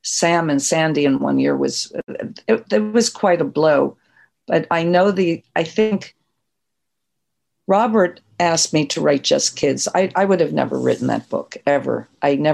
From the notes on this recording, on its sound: conversation done over Zoom